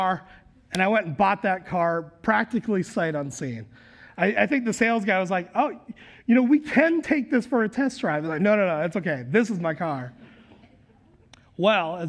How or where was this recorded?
large echoing room